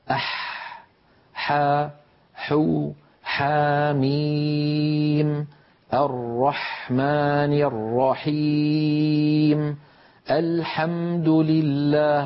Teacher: انظروا إلى حرف الحاء كيف أن لسان المزمار يرجع ولكن قليلا، لا يرجع بالمقدار الذي كان يرجعه عند حرف العين، لذلك نطق الحاء أسهل من نطق العين.